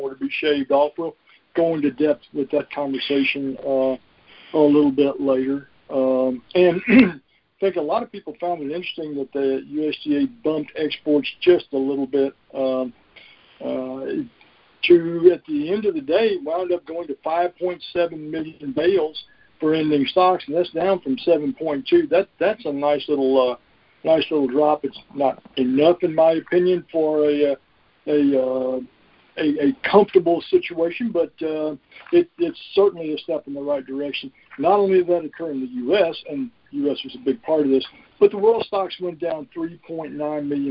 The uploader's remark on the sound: Monthly Conference Call